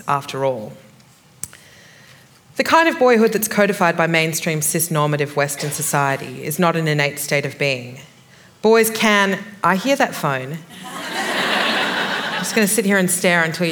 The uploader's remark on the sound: This is a live recording from our event.